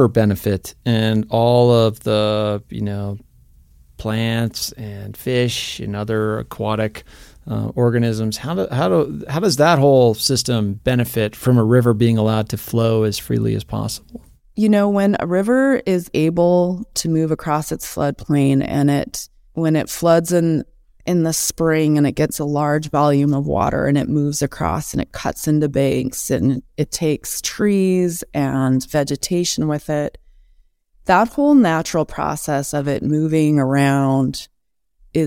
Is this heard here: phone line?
no